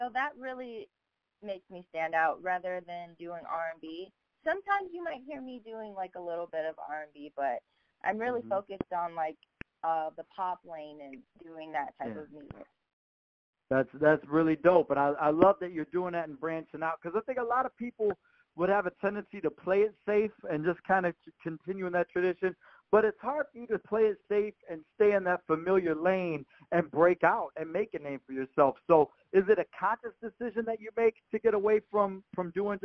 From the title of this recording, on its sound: NerveDJs Jan 16th Conference Call